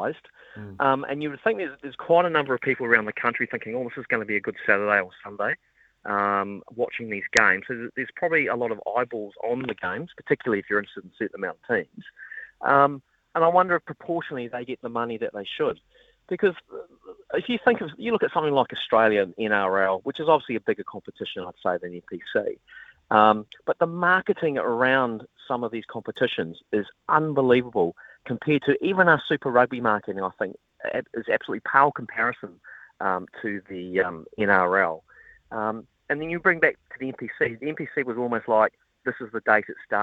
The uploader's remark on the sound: opens the phone lines to ask the listeners